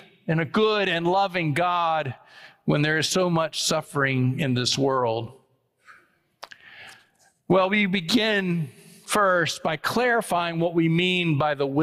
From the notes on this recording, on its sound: It was preached on October 8, 2023 at First Presbyterian Church of Allentown.